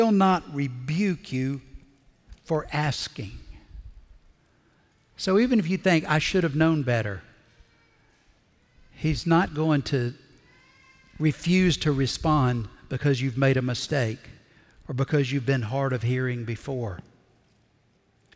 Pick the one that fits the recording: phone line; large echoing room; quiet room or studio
large echoing room